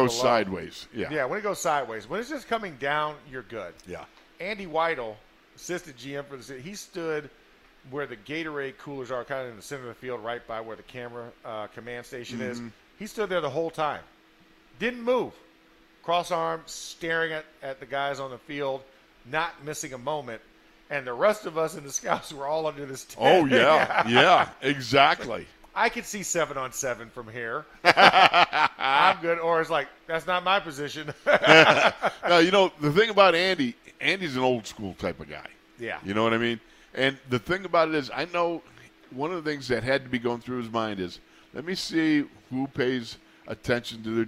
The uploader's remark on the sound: In the Locker Room Live from Steelers Camp